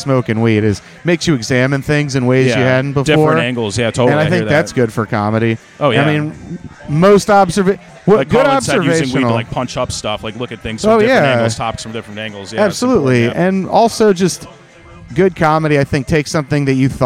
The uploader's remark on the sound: recorded following the comedy open mic at Fells Point Tavern July 26th, 2022.